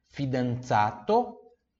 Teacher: aqui tem som de TS também igual pizza, esse Z